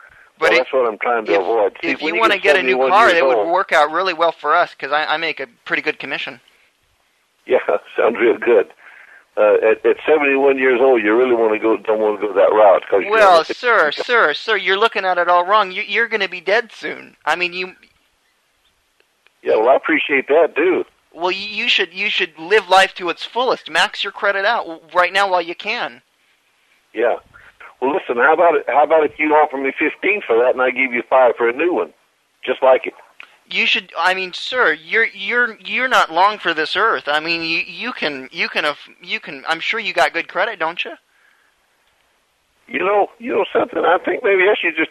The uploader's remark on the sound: Prank Phone Calls